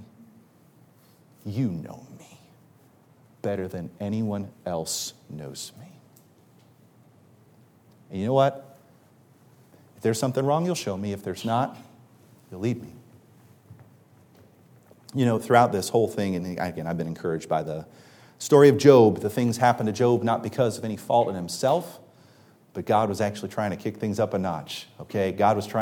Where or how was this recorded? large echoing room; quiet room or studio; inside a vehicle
large echoing room